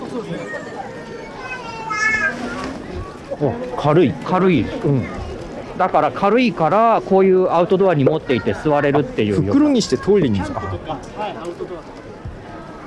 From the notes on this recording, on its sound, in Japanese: 初めての対面収録です。覚王山の日泰寺参道で行われる「覚王山春祭2023」を歩きながら収録しています。